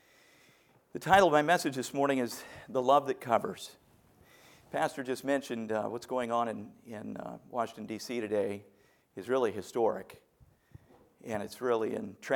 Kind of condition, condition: setting, large echoing room